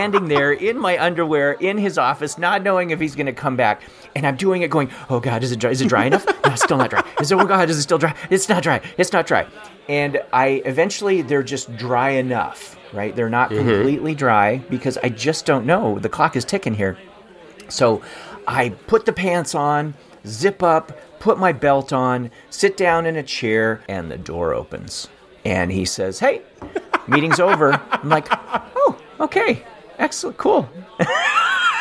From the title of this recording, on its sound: Live from The Rusty